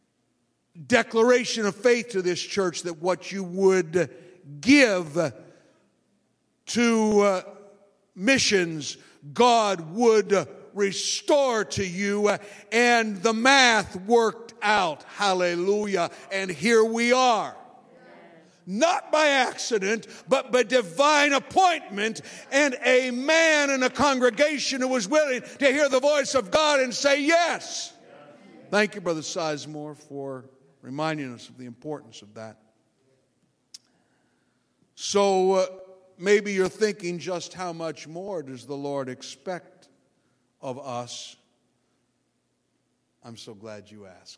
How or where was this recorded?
large echoing room